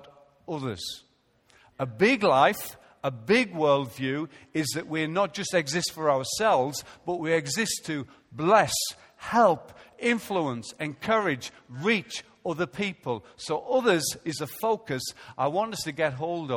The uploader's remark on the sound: Recorded live at Life Church on Sunday 9th August 2015.